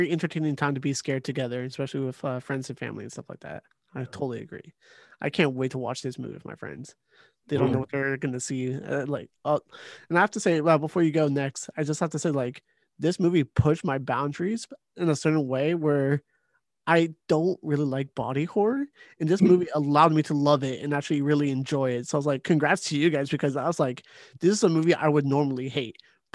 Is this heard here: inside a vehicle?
no